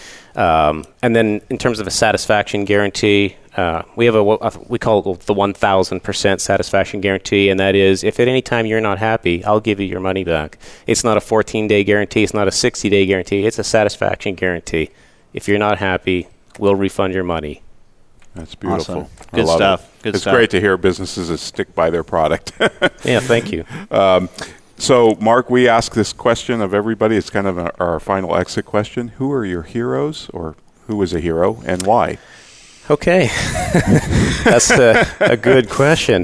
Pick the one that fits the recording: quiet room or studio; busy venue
busy venue